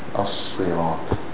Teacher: Just pronounce it two beats, like any other shadda.